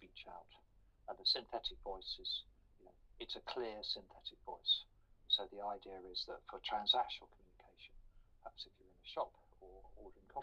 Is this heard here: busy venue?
no